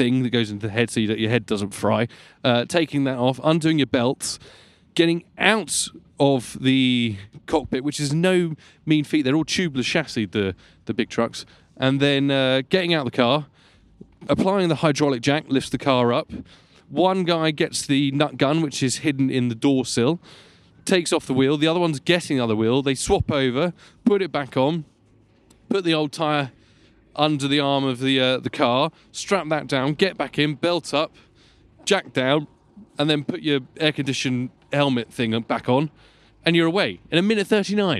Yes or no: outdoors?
yes